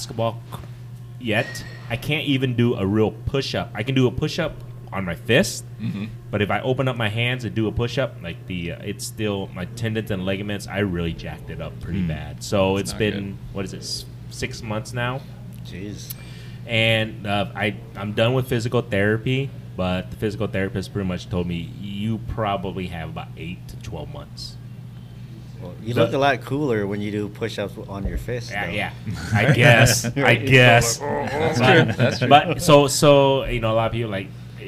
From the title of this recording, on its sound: Joins BFF at Firetrucker Brewery!